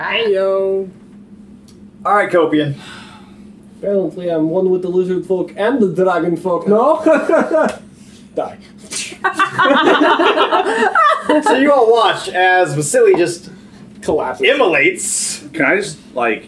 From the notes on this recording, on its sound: Thank you for your patience on our audio quality! Hopefully from this episode on the quality should be much better!